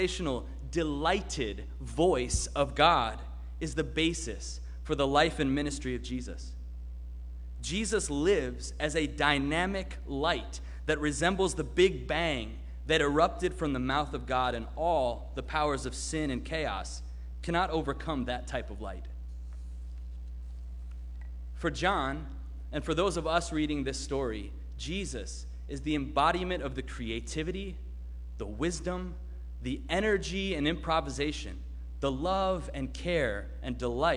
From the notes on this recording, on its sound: Sermon preached at RCHP on January 2, 2022.